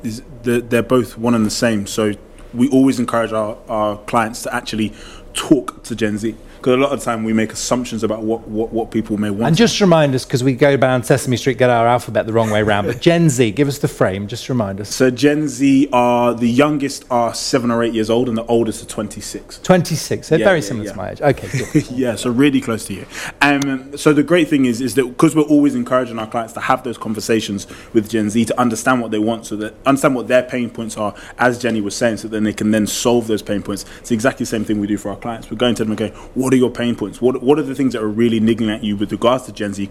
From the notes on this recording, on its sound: Joined us for the second day of Elite Business on 12 March in the digital transformation panel.